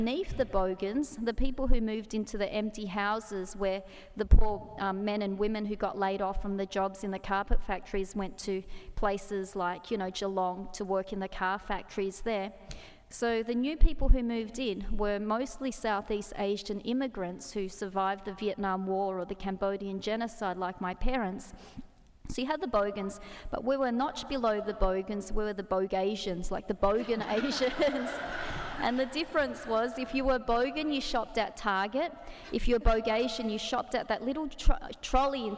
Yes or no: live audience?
yes